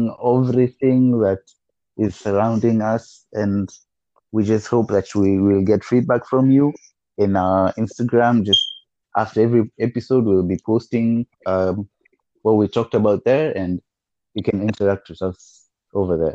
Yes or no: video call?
yes